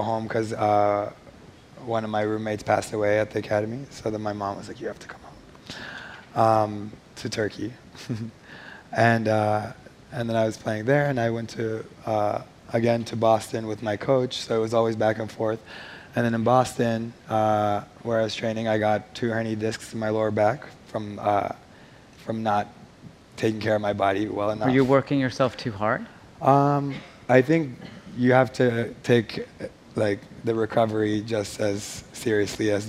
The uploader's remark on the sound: On stage at #BoFVOICES 2017